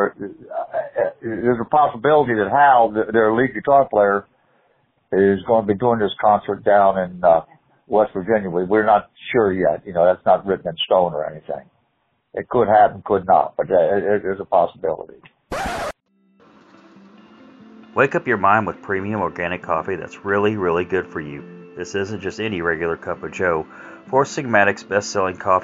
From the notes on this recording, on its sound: call